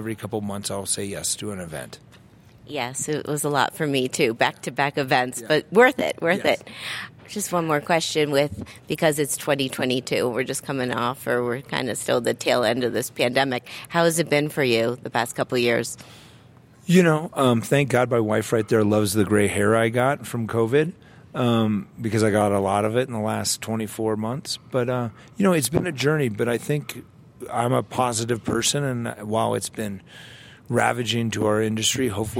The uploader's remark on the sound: "On the Road" at the 2022 Food & Wine Classic in Aspen. An exclusive "HRN on Tour" show from The Classic.